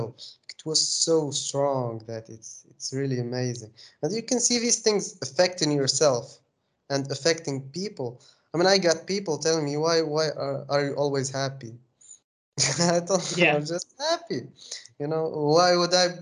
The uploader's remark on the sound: skype calls